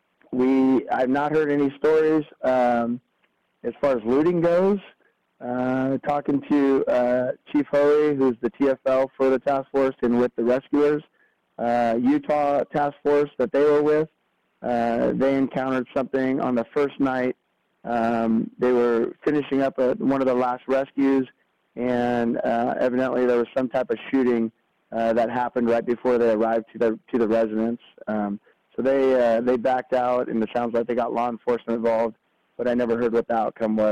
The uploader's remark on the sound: talks over the phone